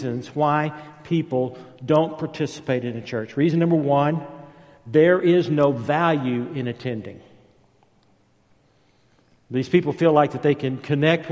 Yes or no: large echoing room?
yes